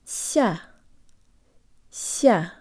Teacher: The S is soft and also has a bit of a Y in it.